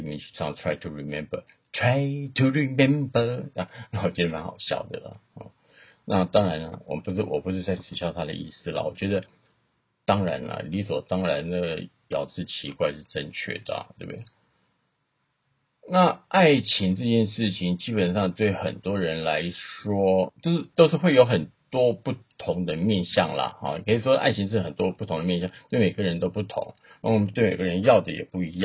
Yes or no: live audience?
no